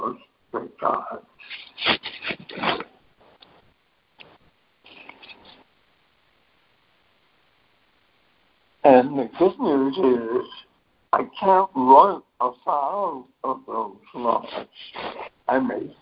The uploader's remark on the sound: ACIM Daily Conference Call